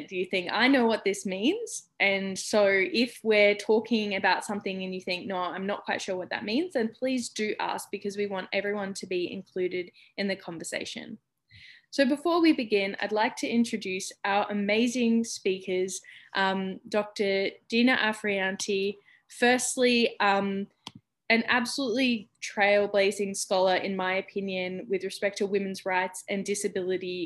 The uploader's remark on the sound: CAUSINDY Online Webinar Series